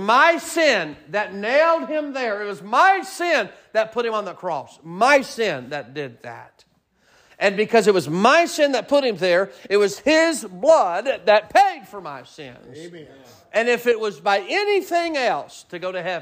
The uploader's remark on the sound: Sermon preached at Mid County Baptist Church